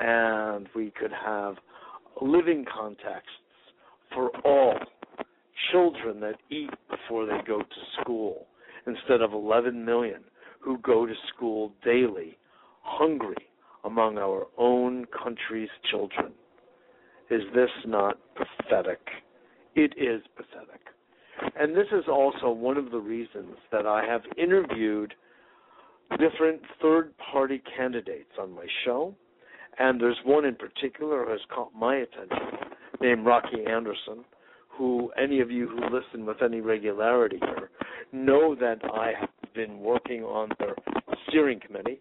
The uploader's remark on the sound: Today is a chance for listeners to call.